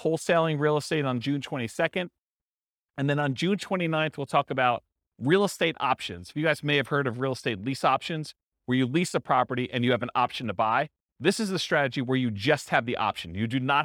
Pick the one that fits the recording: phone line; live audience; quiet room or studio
live audience